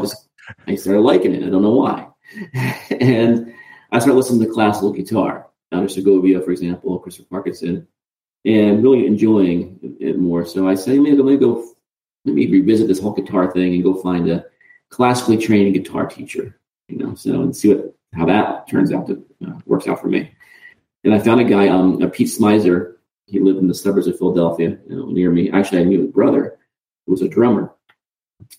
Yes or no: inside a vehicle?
no